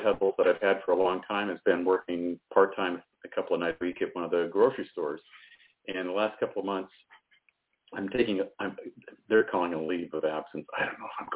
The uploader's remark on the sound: TONIGHT IS A CALL IN SHOW IN THE SECOND HALF. May even take some listener calls.